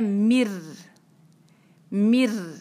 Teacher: رو پہ چونکہ شدہ ہے تو ہم ہلکی سی اس پہ جو ہے وہ اس کی تکرار کریں گے